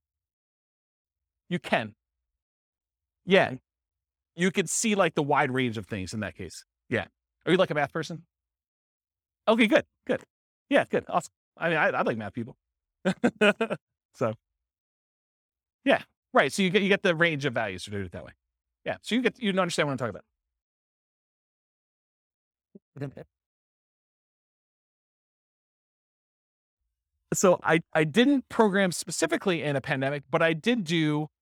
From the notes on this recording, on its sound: This was a live class recorded